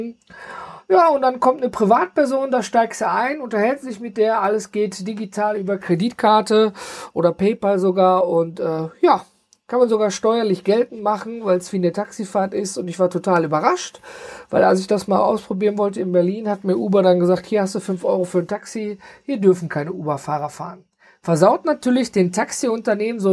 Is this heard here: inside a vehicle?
no